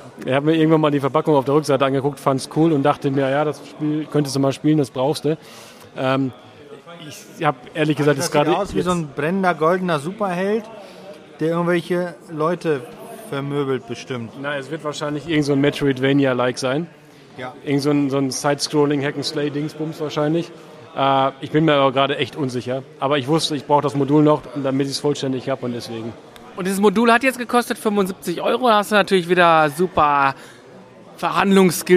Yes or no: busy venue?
yes